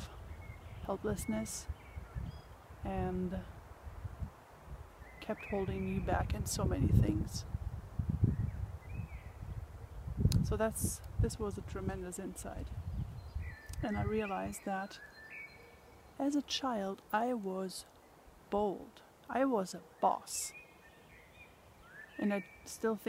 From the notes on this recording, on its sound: I promise I will take care of the wind noise problem though.